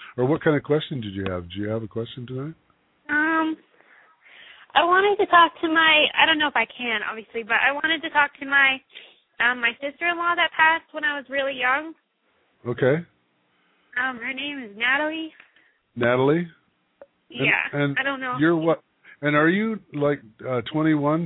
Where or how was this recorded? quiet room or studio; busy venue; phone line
phone line